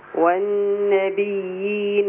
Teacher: لازم أعمل فصلة خفيفة بين الياءين عشان ما يبقاش أضغمت الياءين في بعض